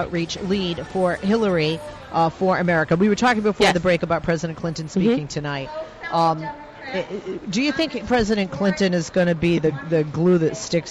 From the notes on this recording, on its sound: LIVE At DNC. Live from the DNC in Philadelphia.